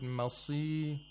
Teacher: we have to give the lowest amount of tafkhim to the sad